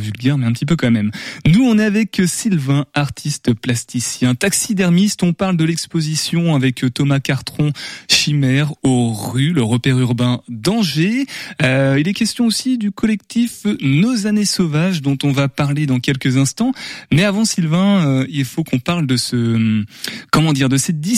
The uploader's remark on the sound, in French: En studio. Par téléphone.